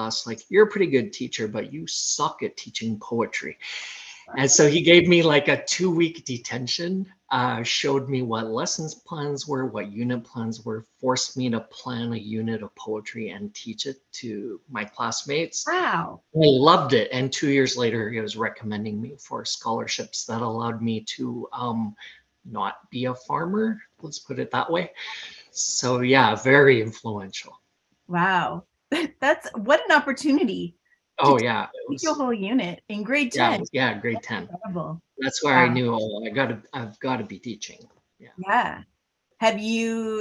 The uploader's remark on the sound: Recorded over Zoom so the sound is a bit choppy